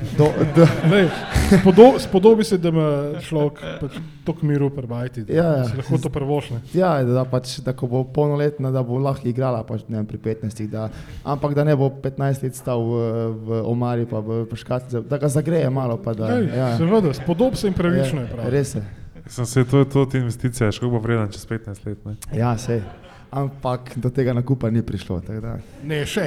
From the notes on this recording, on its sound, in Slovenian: V Kozlerjevi dvorani Pivovarne Union smo v živo pred občinstvom gostili